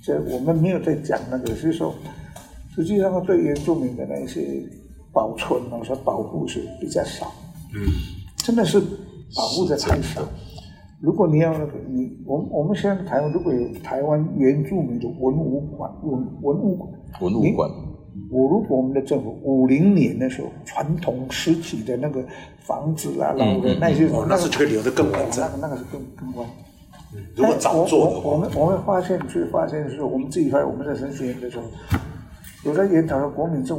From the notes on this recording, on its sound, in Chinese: 本集於住宿公共空間進行錄音，故會出現些許背景音，若影響收聽品質請見諒!